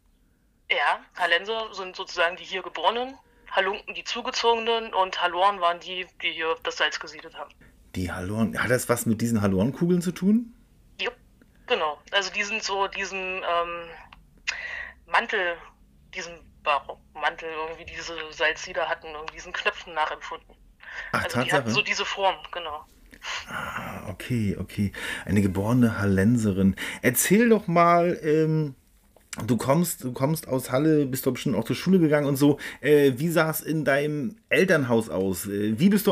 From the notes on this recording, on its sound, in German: Diese Folge musste aufgrund von technischen Widrigkeiten via Telefon aufgenommen werden. Daher können die Lautstärken tatsächlich etwas schwanken.